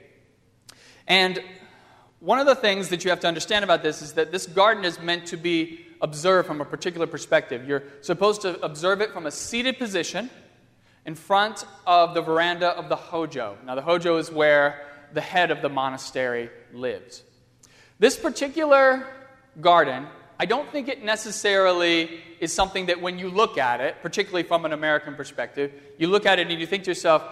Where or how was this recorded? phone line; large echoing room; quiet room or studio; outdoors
large echoing room